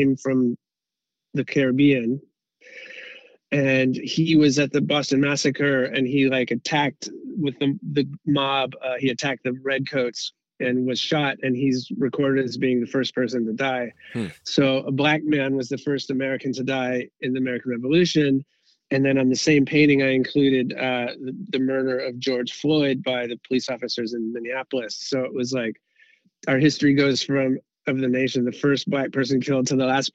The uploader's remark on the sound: over the phone